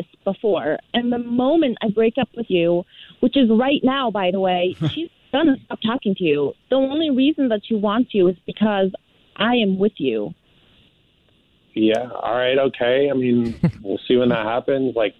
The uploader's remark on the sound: A Phone Prank